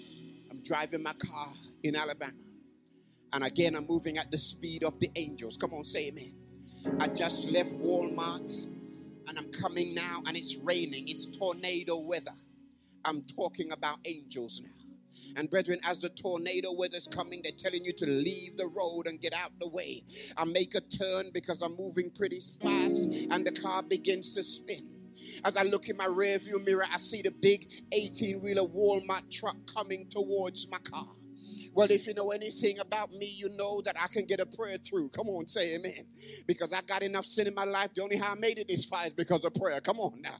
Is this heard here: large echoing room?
yes